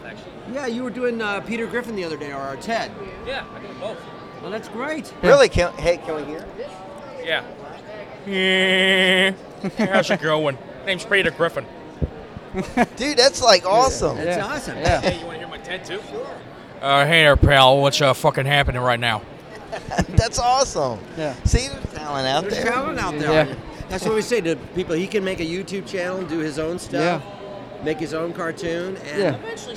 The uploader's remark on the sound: Interview at Lexington Comic Con 2017. This is the MediaMites podcast interview at Lexington Comic Con in Lexington Kentucky.